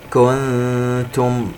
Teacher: نون ساكنة وبعدها حرف التاء إخفاء